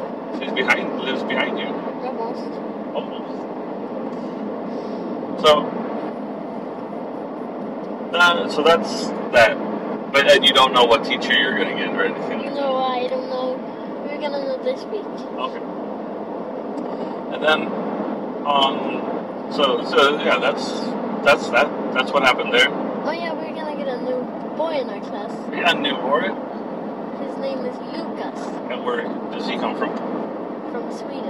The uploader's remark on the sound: podcast in the car